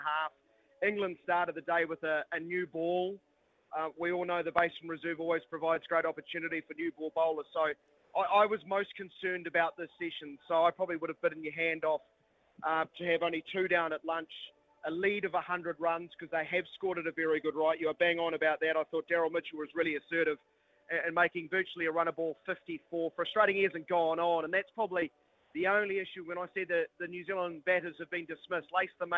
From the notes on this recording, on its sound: Live From The Basin Reserve.